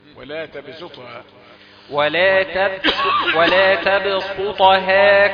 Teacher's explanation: الطاء هي المفخمة خلاص تاخد حقها. إنما السين مرققة